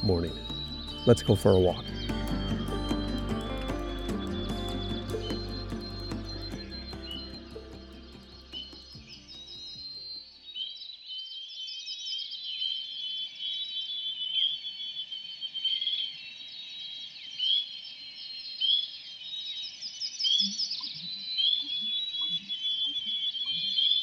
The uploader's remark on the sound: Brings you inches away from a multitude of creatures, great and small, amid the sonic grandeur of nature. Inside Voyageurs National Park.